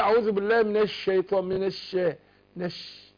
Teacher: ان الشين فيها في انفراج بين ظهر اللسان والحنك الاعلى، فعشان كده يخرج منها تفشي. لما اقول اعوذ بالله من الشيطان، من الش، نش، شوف الايه الهوا ده الصوت ده اسمه تفشي، التفشي بتاع الشين.